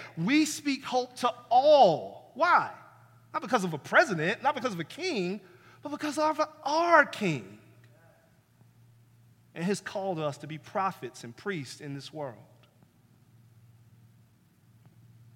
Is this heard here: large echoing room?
yes